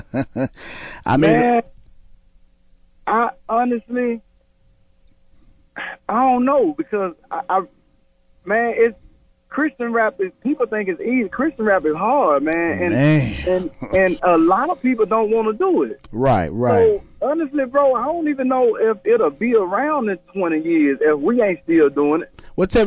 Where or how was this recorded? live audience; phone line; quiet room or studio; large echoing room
phone line